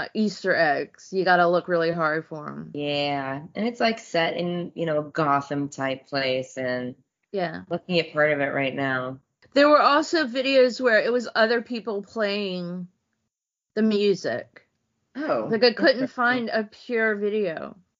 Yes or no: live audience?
no